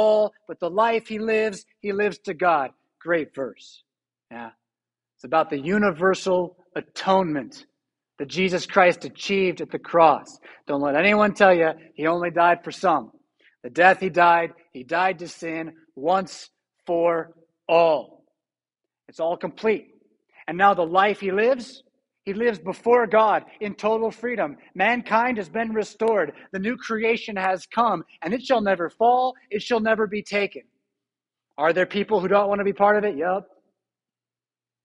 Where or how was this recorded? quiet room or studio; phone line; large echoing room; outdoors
large echoing room